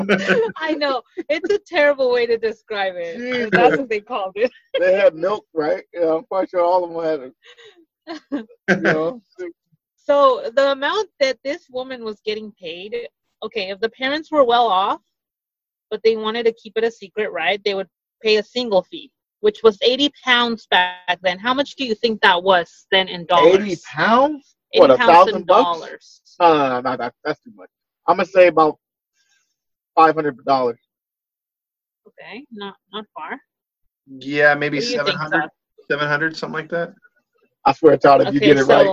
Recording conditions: video call